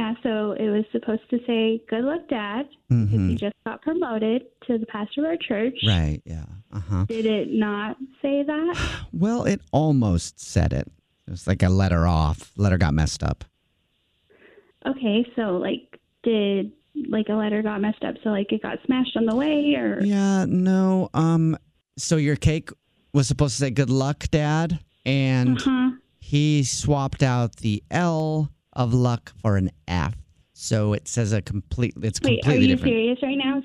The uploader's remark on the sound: It's about to go down in this Phone Prank!